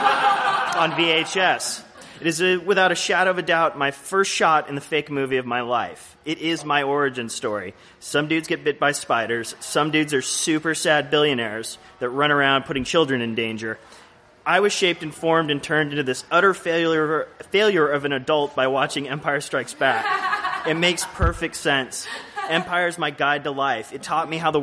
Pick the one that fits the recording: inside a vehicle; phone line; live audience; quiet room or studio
live audience